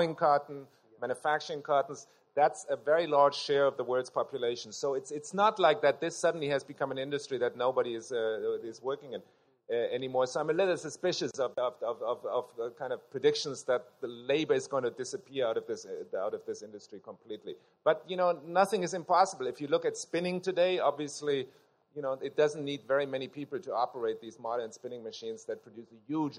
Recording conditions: live audience